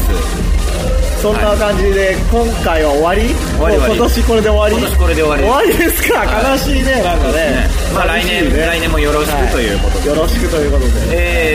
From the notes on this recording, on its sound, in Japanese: 2009年最後の録音はクリスマス一色に染まる渋谷lounge neoでのライブ楽屋からお届け。